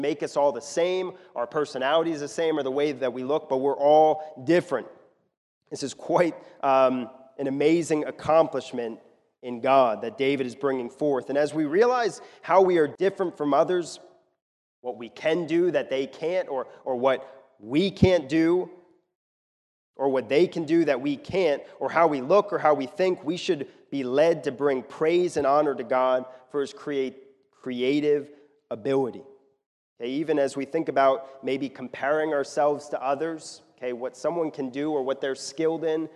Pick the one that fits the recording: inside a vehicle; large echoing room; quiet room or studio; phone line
large echoing room